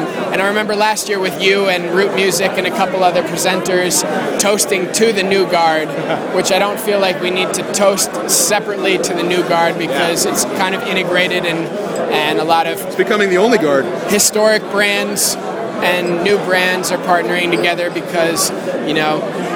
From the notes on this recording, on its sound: At the #midem speakers dinner #audioblog at InterContinental Carlton Cannes.